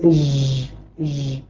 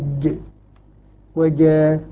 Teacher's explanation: لما ننطق بها من وسط اللسان نخرجها حرفا مجهورا وحرفا شديدا فيه انحباس في الصوت · Shown in: second take